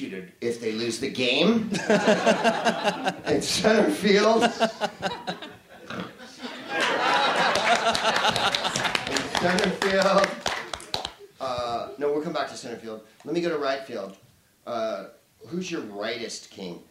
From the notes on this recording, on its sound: Live from the Soho Theatre in London